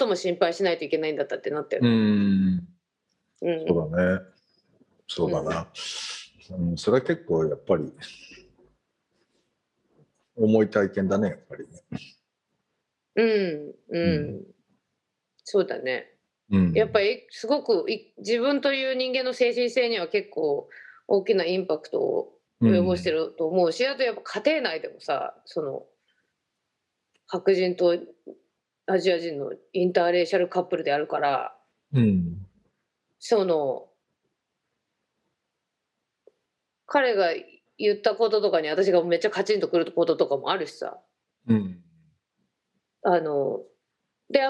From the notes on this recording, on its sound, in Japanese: 本収録はビデオ会議サービス「Zoom」を使用し。一部聞き取りづらい箇所があります。